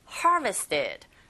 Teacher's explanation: 앞부분에 강세를 꽝 주시면 됩니다